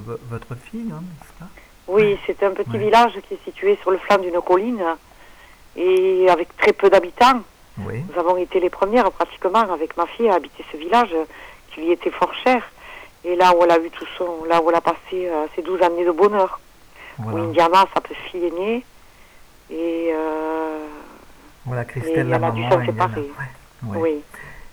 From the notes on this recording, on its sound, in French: Cet entretien audio a été réalisé au téléphone